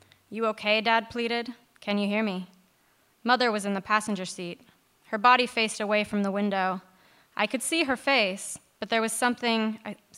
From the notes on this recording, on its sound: Recorded at The Tabernacle in London in March 2018.